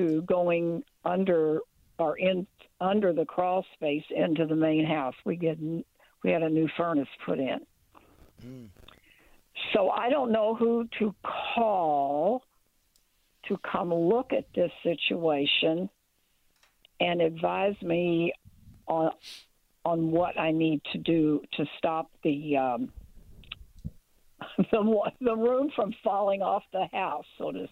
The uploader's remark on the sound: More Phone Calls